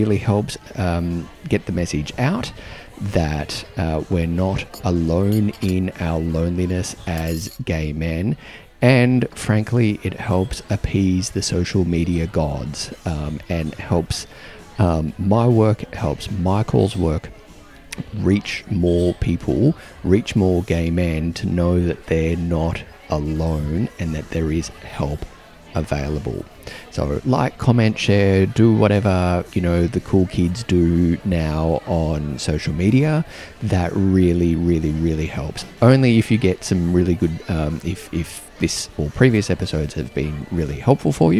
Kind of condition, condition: setting, busy venue